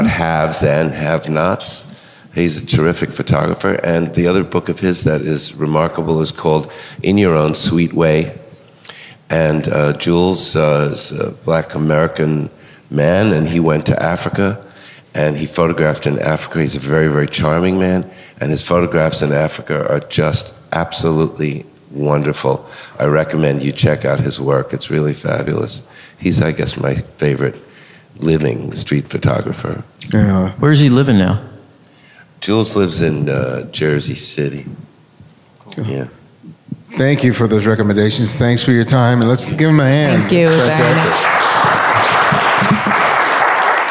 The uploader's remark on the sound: This special episode of The Candid Frame was recorded live on the 2017 Miami Street Photography Festival.